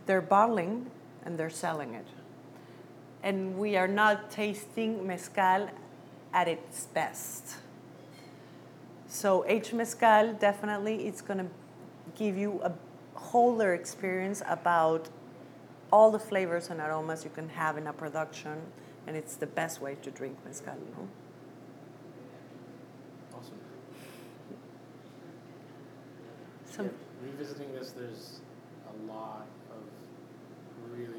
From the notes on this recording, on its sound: This episode is a recording of a presentation she did at The Lion Share in San Diego